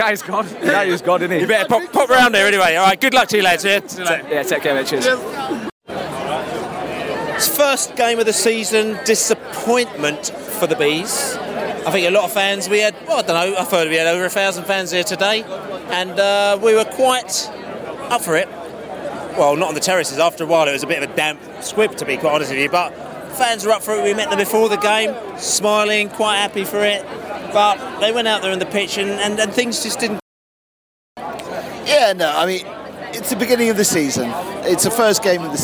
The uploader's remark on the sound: Post-match podcast from the pub (in the street)